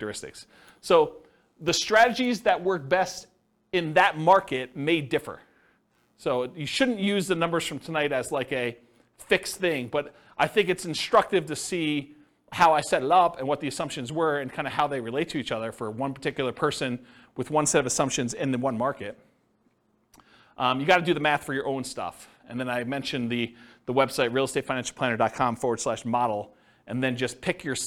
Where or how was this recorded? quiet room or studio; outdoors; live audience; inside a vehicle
live audience